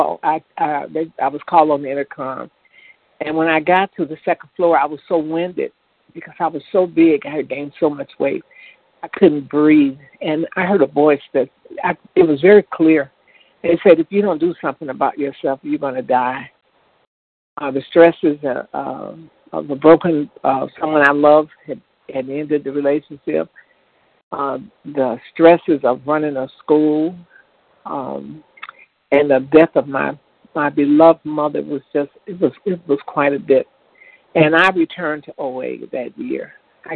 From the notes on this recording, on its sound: 100 Pounders Phone Meeting on 12/2/20